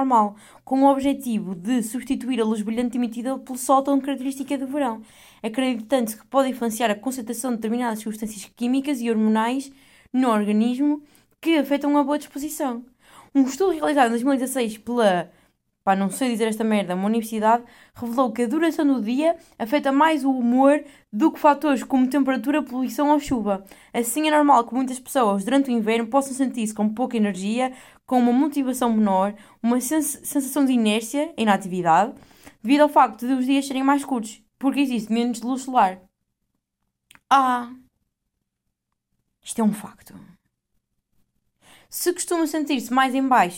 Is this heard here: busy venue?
no